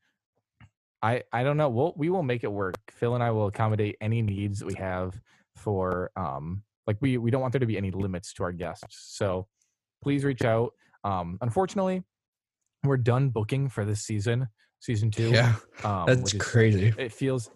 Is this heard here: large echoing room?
no